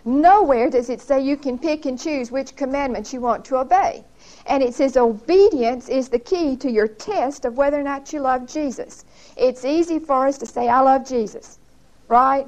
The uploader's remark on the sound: Recorded 11/4/1975 at Whitesburg Baptist Church.